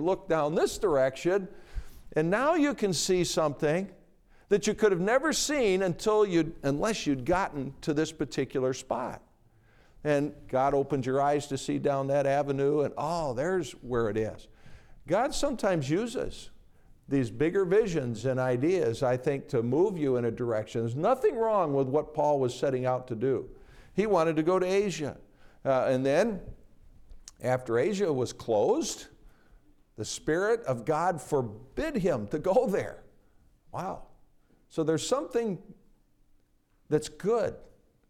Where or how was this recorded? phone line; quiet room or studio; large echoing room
large echoing room